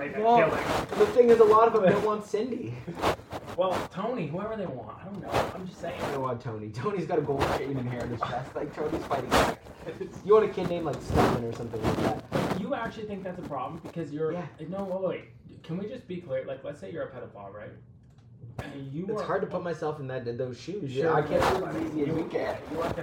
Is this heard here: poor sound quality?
yes